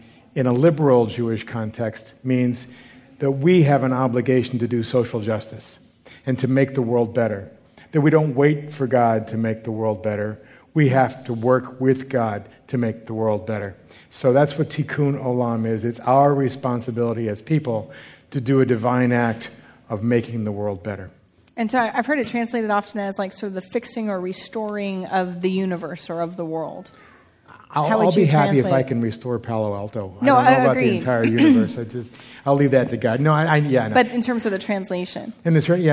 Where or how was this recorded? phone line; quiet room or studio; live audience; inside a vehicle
live audience